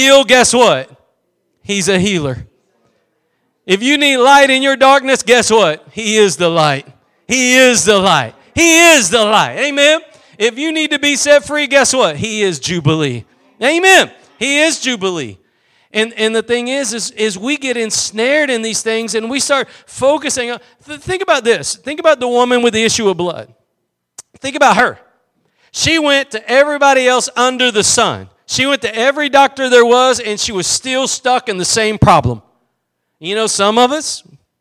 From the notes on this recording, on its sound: Preached at Gospel Lighthouse in Bossier City, La.